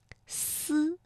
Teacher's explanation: 读发思的时候呢，舌尖是接近上齿背，这个气流是从窄缝当中挤出的 · Term: 平舌音